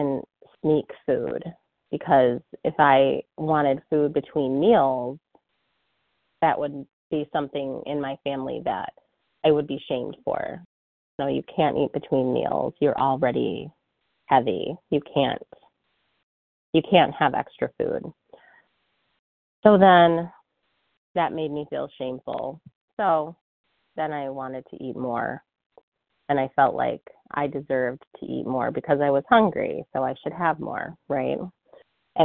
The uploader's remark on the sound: 100 Pounders Phone Meeting